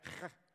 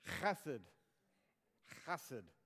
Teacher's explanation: Now, I'm just going to say hesed, not chesed, but there's actually a guttural sound that comes with the H in hesed